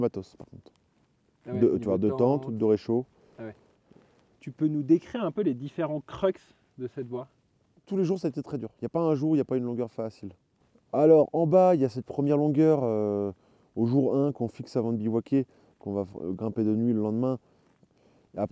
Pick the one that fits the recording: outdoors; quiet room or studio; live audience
outdoors